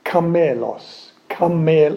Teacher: Technically, it should be pronounced kamelos. Kamel, it's a long E.